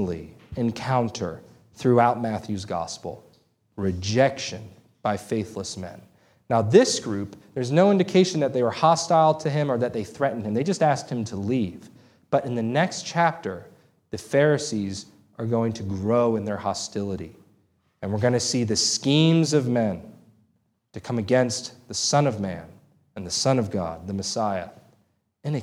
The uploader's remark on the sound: This sermon was preached on May 14, 2023 at Antioch Presbyterian Church. A mission work of Calvary Presbytery of the Presbyterian Church in America located in Woodruff, South Carolina.